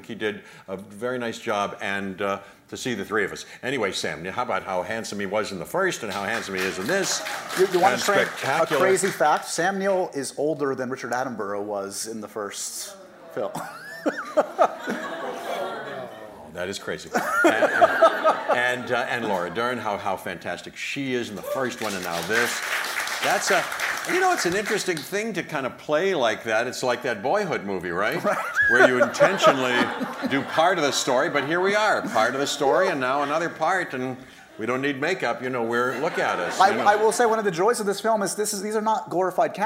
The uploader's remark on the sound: Taped in front of a LIVE NYC audience.